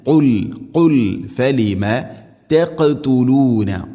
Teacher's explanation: ഖാഫിനെ ഖൽഖല ചെയ്യണം, അഥവാ ശരിക്കും കേൾക്കണം